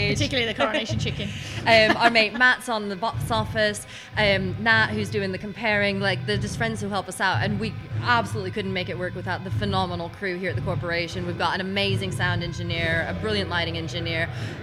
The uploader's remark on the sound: Live From AoniaFest V. Live at the festival.